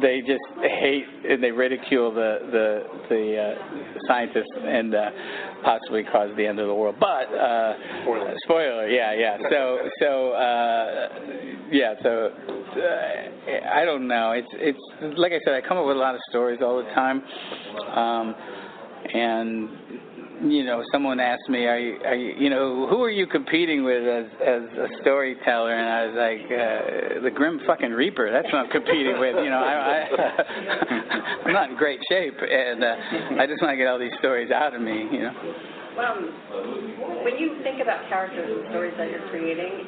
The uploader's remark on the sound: With exclusive audio we captured at the SDCC18 round table.